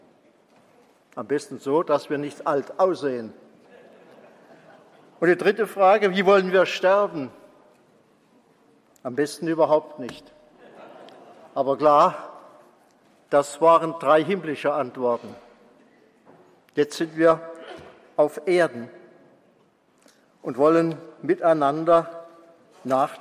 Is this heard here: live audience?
yes